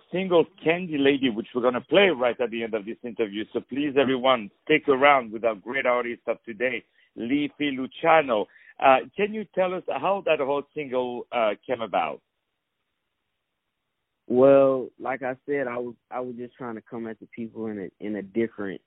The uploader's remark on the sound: On the phone